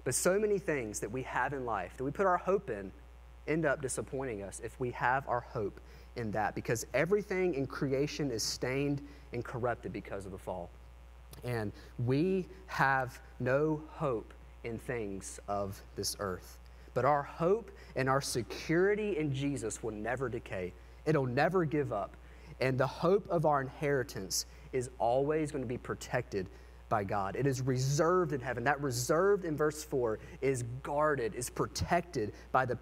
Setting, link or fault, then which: setting, large echoing room